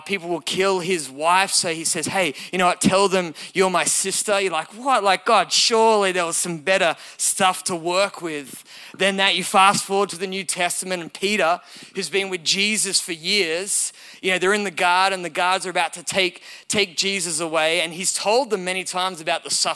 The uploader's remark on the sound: Recorded at Elevation Hills Sydney.